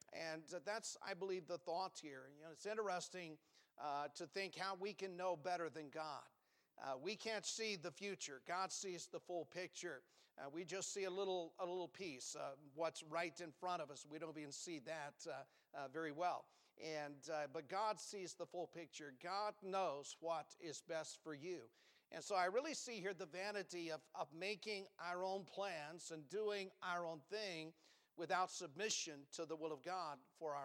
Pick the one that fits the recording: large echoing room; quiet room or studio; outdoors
large echoing room